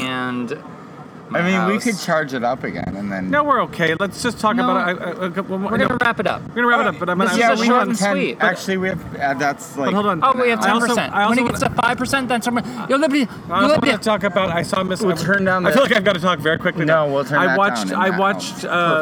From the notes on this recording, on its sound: Beautiful night here in Chicago! Apologies for the wind.